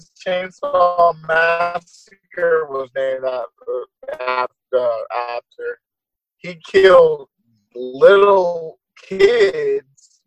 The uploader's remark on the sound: On this episode we are still doing the zoom so the audio is a 100%.